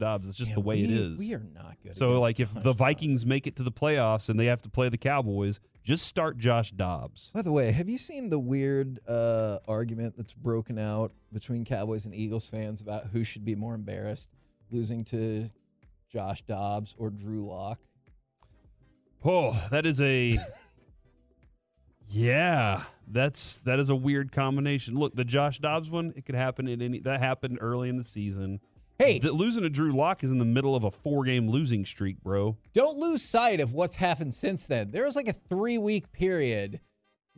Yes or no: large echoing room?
no